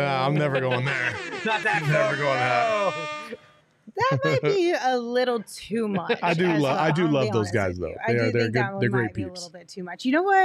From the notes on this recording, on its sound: we're celebrating in the PHNX VIP lounge for some postgame breakdowns